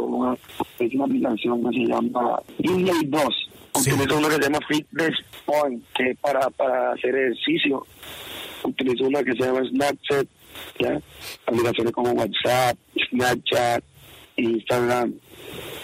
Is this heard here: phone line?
yes